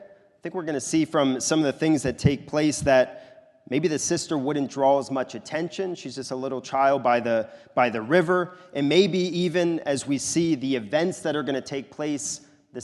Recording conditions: large echoing room